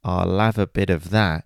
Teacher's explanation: So the H of have, we have lost that. And now because of that, the L in I'll, I will, has now linked to av. So it's I'll have a bit of that. · Term: connected speech